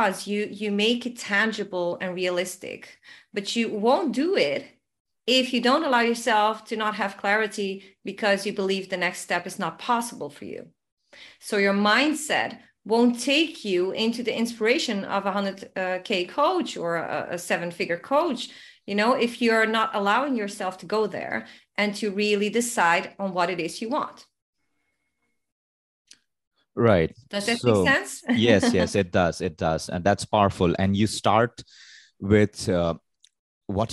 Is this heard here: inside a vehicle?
no